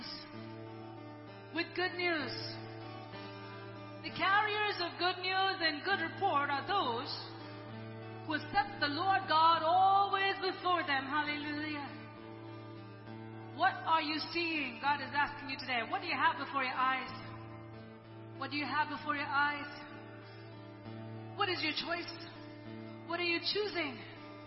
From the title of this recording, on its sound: ELBIM Church Sunday LIVE Stream Audio